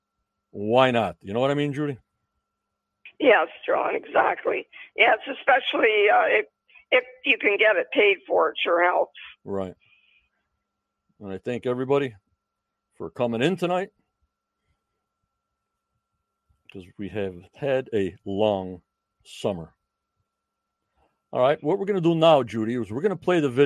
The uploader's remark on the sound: joins me on the Phone